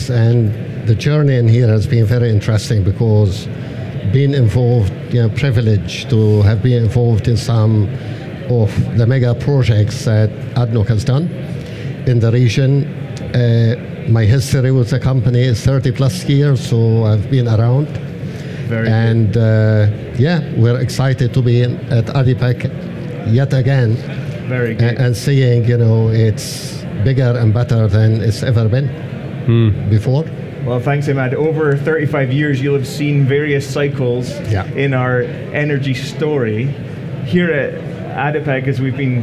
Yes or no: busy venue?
yes